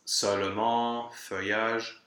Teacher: Mixed vowel means that you have the inner shape of one vowel, in this case the open E, and the lip shape of another vowel